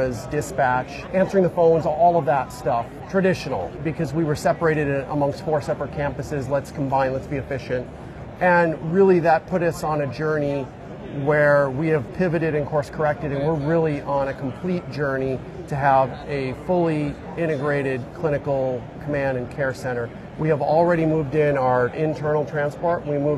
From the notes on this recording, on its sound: Interview in Action live from ViVe 2023